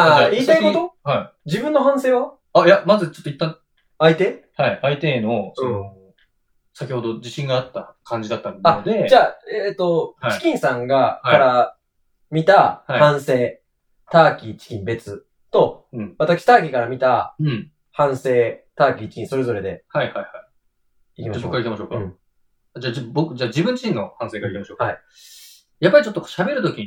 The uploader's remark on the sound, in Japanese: 録音を失敗してしまい音質が激悪です。